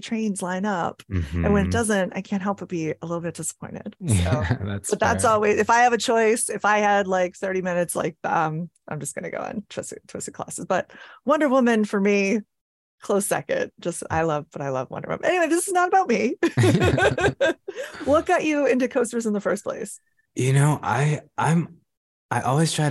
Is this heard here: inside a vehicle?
no